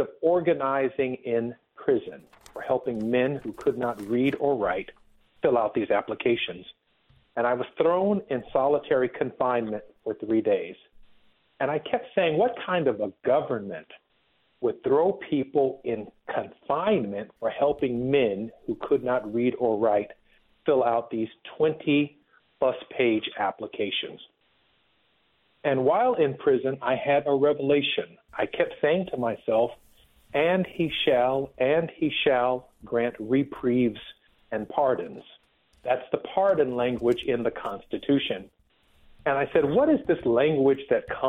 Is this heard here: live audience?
no